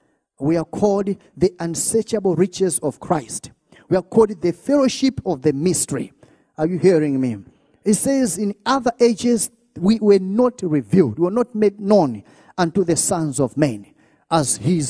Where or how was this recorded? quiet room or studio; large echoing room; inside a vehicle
large echoing room